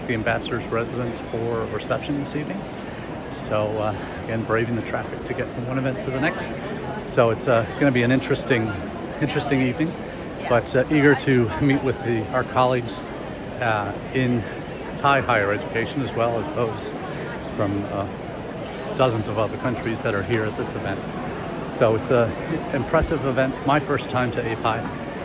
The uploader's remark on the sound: Our #intled #livechat comes to you this week from the #APAIE2023 Conference in Bangkok, Thailand. Over 2400 intl educators from across the world have come together to connect for partnerships and more.